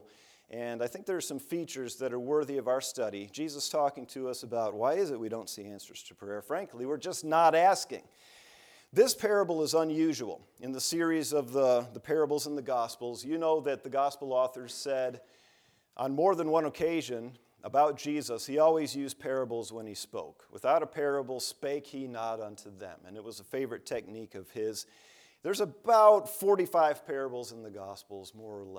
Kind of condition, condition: setting, large echoing room